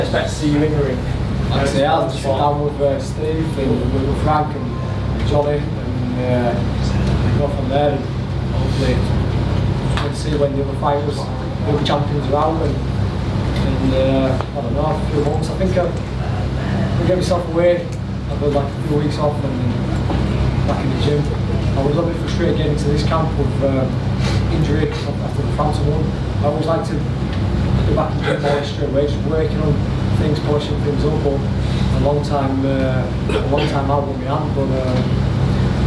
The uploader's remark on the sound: Post-fight press conference from Leeds.